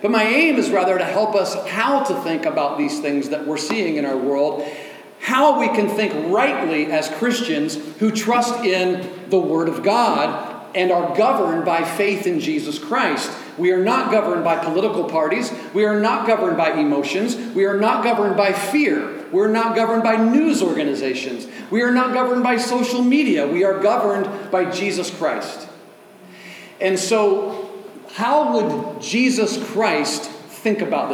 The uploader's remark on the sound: delivered at Oasis Church on October 15, 2023